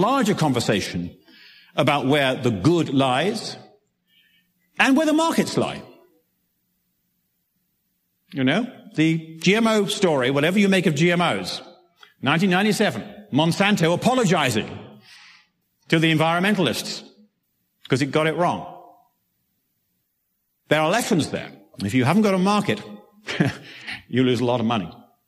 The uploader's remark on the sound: originally presented at 2015 Summer conference "Science, Research, and the Limits of Bioethics.